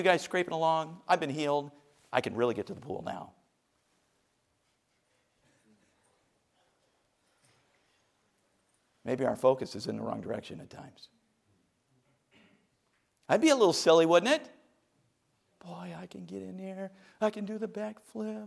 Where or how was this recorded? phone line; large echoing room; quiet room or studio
large echoing room